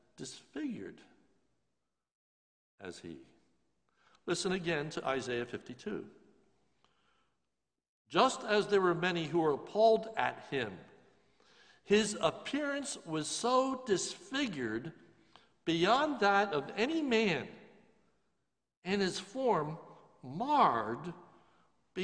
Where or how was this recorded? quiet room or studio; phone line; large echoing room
large echoing room